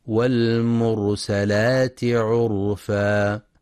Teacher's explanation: ينتبه القارئ لفتح السين فلا يقرأ والمرسلات، وينتبه أيضا لتفخيم راء والمرسلات وعرفا، لأنها ساكنة وما قبلها مضموم، فحكمها التفخيم